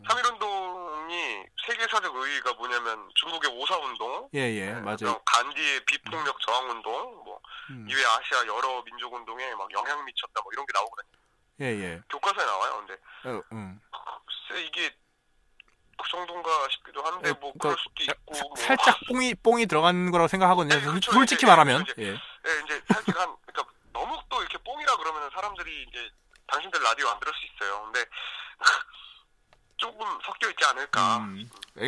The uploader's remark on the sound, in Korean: 1부에서 실패했던 전화연결에 성공합니다. 전화 강의가 있습니다.